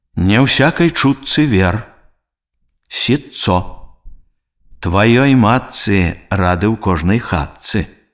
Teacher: Спалучэнне глухогазычнага «т» з наступнай афрыкатай «ц» утварае падоўжаную афрыкату «ц».